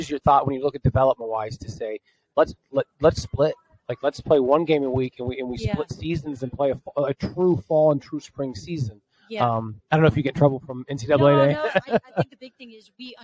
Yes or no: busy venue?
yes